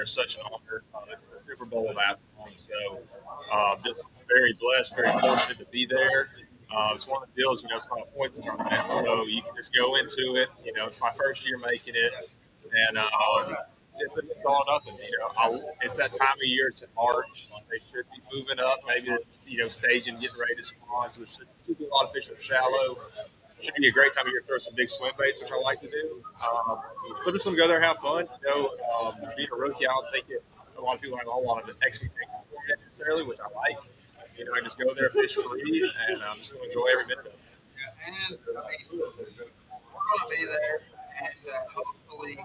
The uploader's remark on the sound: Sorry for the background noise. We are at Hiawassee Marine bait and tackle on a remote.